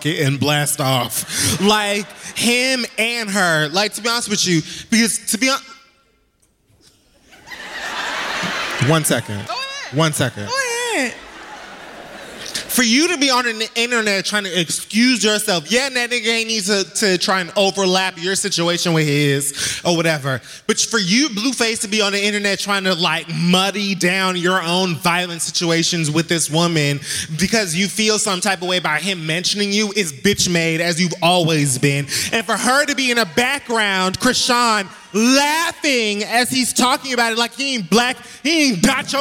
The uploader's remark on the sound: 10 Year Anniversary Live Show. Live Show from The Beacon Theatre NYC.